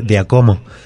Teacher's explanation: Y con el acento en el cómo.